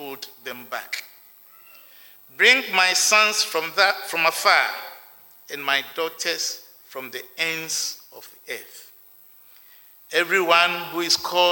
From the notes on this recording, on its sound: Sermon preached at CBC Shiashie Campus